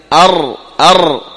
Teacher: الراء عند النطق بها يقرع طرف اللسان إيش اللثة، أر أر، ظهر طرف اللسان يذهب إلى اللثة، أر هكذا لثة الثنايا العليا.